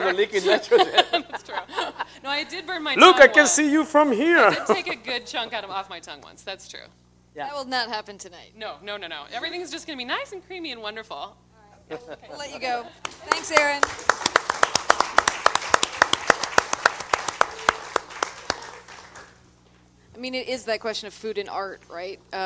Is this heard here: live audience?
yes